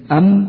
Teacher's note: سموه الشفوي لأنه يخرج من الشفتين، أم تخرج بانطباق الشفتين